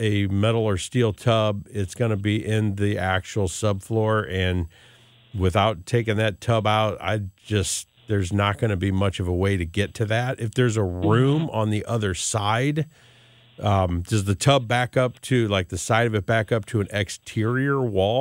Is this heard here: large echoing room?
no